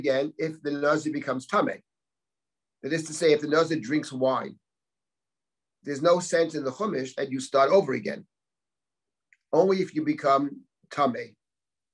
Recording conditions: video call